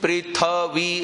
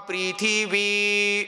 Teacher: चित्रं देवानामुदगादनीकम् चक्षुर्मित्रस्य वरुणस्याग्नेः आप्राद्या वा पृथिवी पृथ्वी नहीं है, थ में ई भी है, उसको ई बोलना है, पृथ्वी नहीं बोलना है। · Shown in: second take